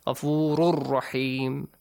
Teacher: Tanween will be merged with the ra. Adgham is applied.